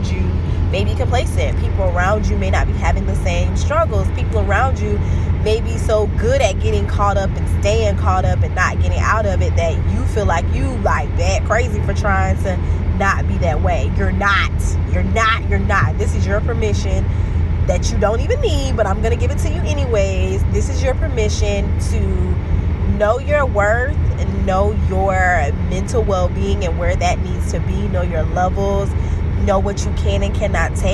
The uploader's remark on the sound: The audio is a bit raggedy for this episode (I was driving my old car because my battery or something died, don't know what happened, haven't made it to the dealership).